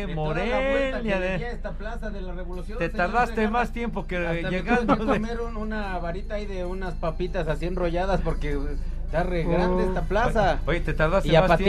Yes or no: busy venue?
yes